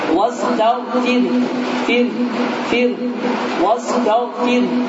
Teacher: Ve eğer ra harfi kesreli olarsa kesreli veya bu misalda olduğu gibi ra harfinden evvel gelen harfin harekesi yani fe'lin harekesi kesri olarsa bu zaman ra harfi ince bir şekilde telaffuz olur